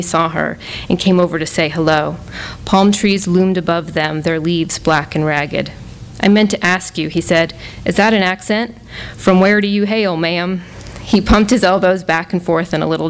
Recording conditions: live audience